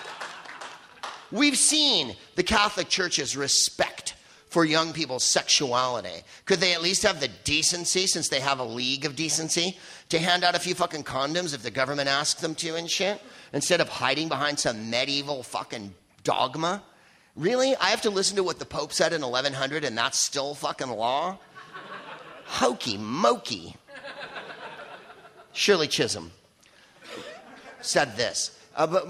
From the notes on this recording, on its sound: Live from the LA Podcast Festival.